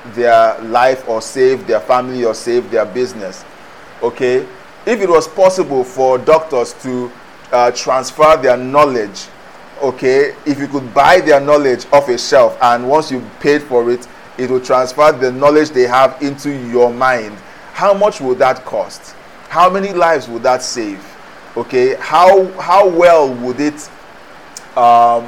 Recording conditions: background noise